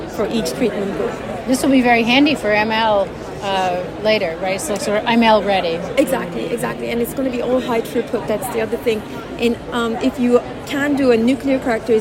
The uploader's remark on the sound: Check out “Heard on the Street” recorded during Day 2 of Islet Study Group 2023.